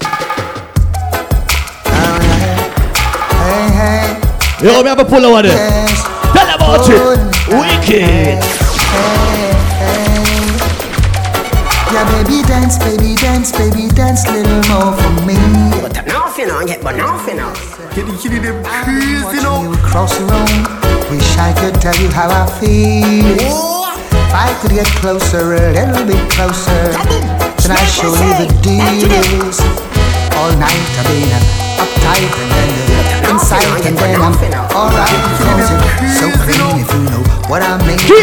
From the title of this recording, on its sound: ARMYWEAR AFFAIR RICHMOND VA...01.21.2017 LIVE AUDIO